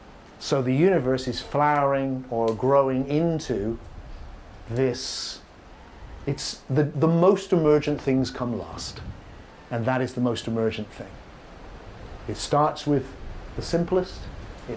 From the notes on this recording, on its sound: Filmed in the Fire Temple at Broughton Hall, Yorkshire during The Deep Awakening 2019 retreat.